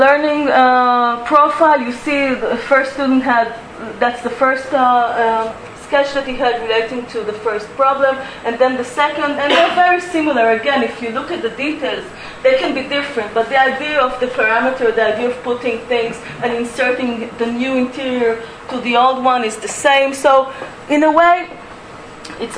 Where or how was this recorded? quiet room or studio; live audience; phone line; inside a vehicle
live audience